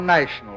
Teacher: short flat A became a long A